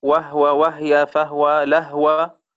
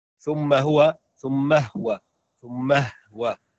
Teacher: مثل هاء الضمير مثل وهو وهي فهو قرأها بتسكين الهاء، والهاء إذا سكنتها فقد إيش أظهرت الحرف، أليس كذلك؟